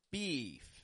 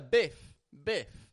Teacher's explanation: notice the way that I stretch out the E in the middle of that word, right? Beef. It's not just a beef, nor is it a biff.